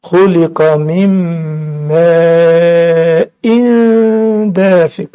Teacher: نعد أربعة دايما مد المتصل خليه أربع حركات